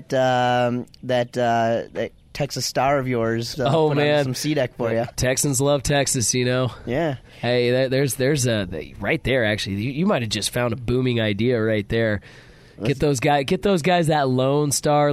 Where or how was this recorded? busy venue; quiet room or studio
busy venue